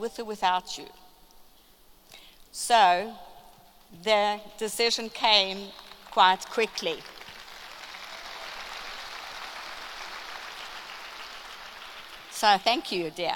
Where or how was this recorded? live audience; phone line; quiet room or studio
live audience